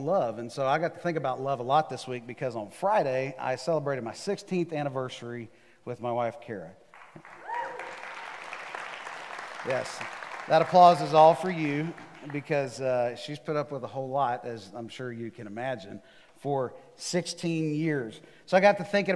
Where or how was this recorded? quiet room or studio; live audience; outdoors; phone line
live audience